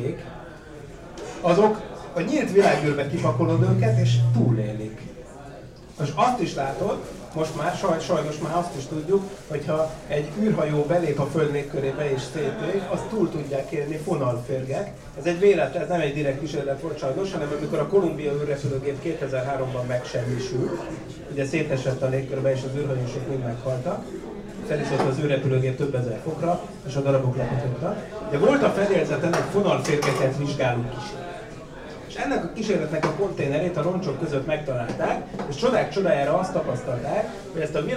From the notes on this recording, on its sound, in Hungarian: A Kapcsolatfelvétel napján tartott Ürszekerek közösségtalálkozón